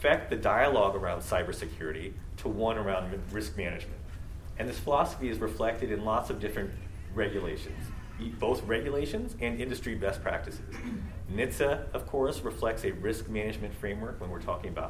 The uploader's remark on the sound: LIVE at the Annual Meeting